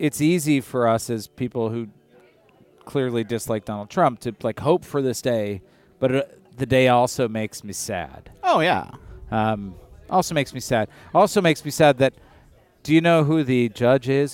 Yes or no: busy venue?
yes